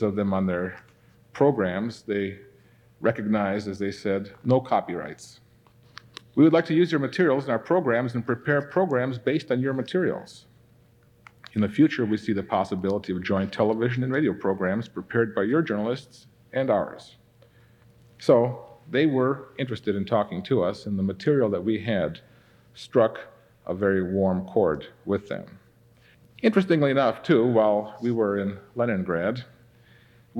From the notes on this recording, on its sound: This episode was recorded 33 years ago at the Ambassador Auditorium in Pasadena, California.